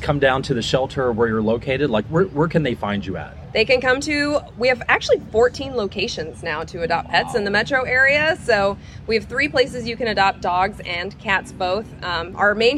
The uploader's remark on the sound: LIVE! from Boulevardia Festival 2023